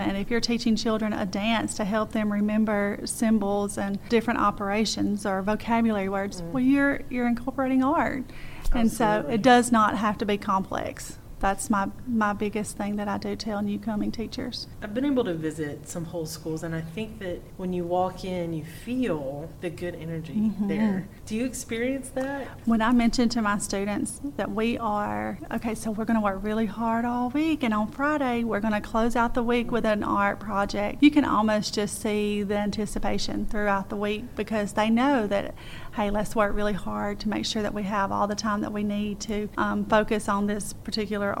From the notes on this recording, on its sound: Recorded at this year’s Whole Schools Summer Institute in Hattiesburg